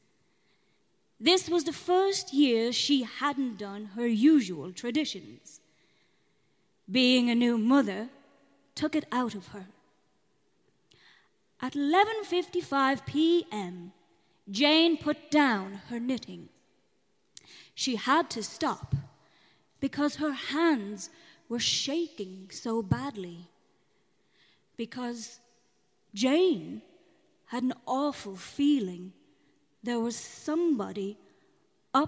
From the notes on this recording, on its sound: This episode was recorded live in front of an audience at SCANRA - a night celebrating the Irish origins of Samhain through the voices and mediums of modern creators - in The Workman’s Cellar. Venue sound engineer.